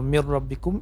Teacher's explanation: Idgham yang tidak boleh didengungkan maksudnya. · Term: idgham bila gunnah